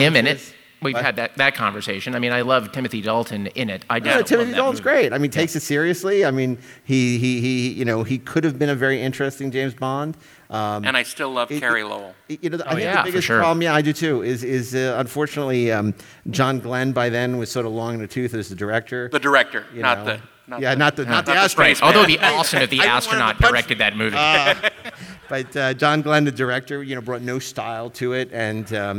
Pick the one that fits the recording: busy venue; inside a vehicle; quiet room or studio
busy venue